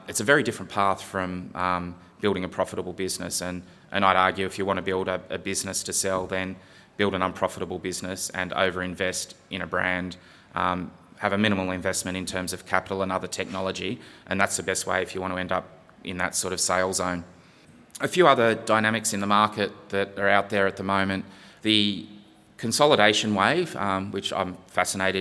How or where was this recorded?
live audience